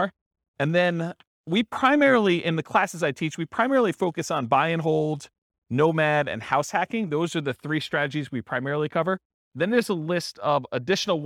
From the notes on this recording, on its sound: This was a live class recorded